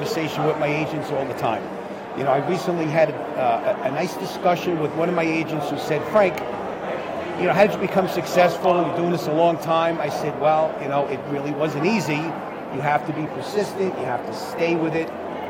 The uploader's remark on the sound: at the 2023 Staten Island Board Of Realtors Expo hosted at the lovely Hilton Garden Inn